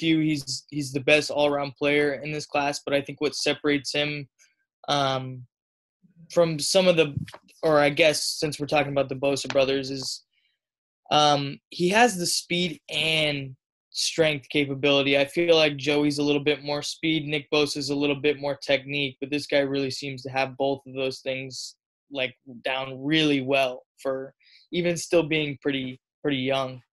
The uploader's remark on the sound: Are on Zoom for a special edition episode of Hat Trick Sports Talk.